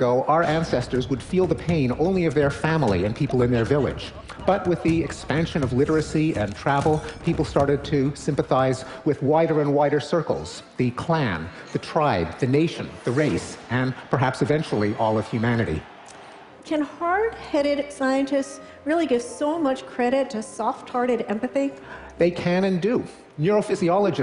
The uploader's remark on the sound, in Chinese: 这段对话是在TED现场录制